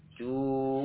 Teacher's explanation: Ada gunahnya. Ju masuk ke nun ya. Nun bertasydid di sini gunah 2 harakat.